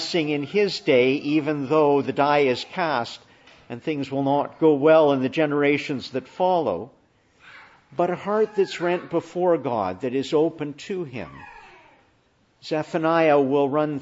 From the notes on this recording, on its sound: Morning Service. Preached in the Annunciation of the Blessed Virgon Mary, Ottawa.